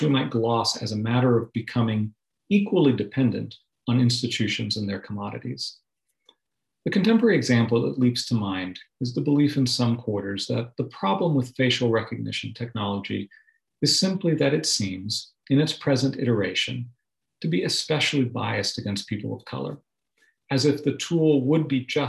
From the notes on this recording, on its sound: delivered as a Zoom webinar